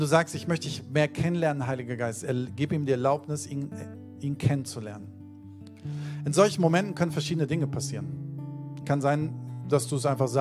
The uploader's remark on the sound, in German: Sonntagspredigt aus dem Standort Bochum.